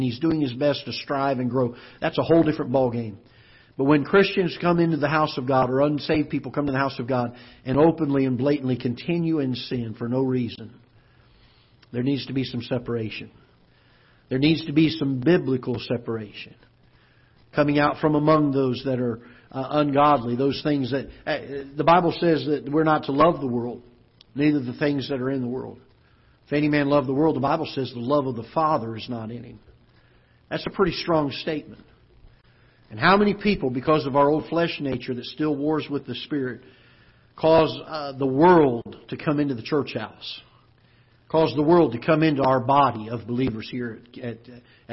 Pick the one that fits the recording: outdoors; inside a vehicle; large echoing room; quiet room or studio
large echoing room